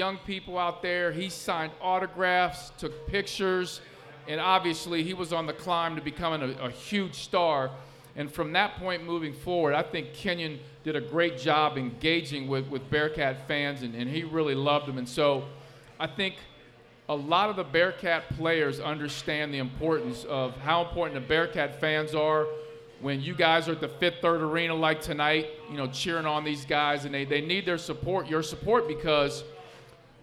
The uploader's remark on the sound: LIVE at Mio’s